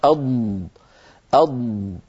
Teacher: وهو أيضا حرف رخو لأن الصوت يجري عند النطق به